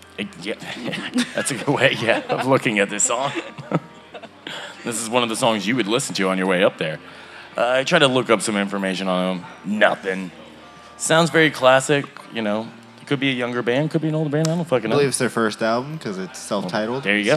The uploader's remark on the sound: Taking over the stage of The Lost Well in Austin, TX on Mondays. Recorded Live at The Lost Well in Austin, TX.